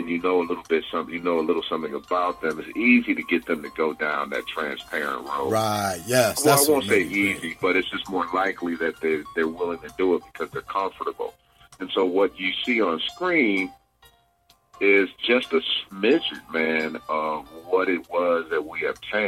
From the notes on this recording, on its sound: phone interview